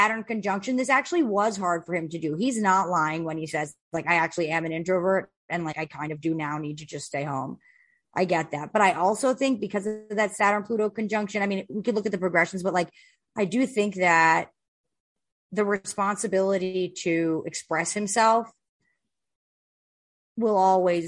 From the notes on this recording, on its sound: Welcome to Space Trash LIVE from our Zoom Moon Ritual.